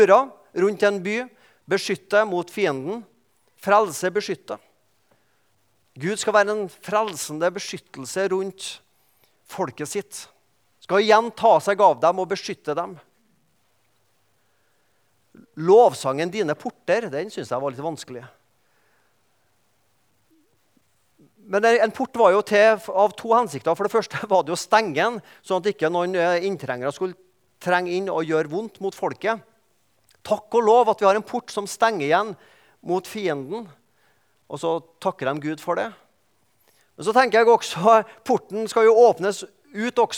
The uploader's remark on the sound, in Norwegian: i gudstjenesteni Misjonshuset